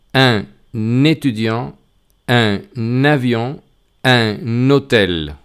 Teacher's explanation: Ven que añado una N al principio del sustantivo.